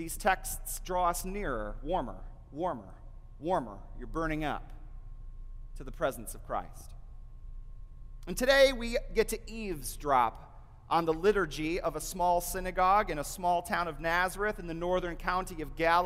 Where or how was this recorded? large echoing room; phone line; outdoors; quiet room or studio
large echoing room